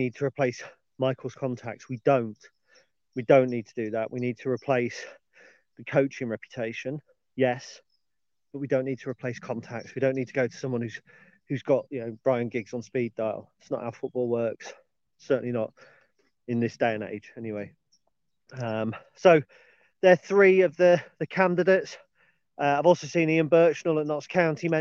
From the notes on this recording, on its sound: on today's dog walk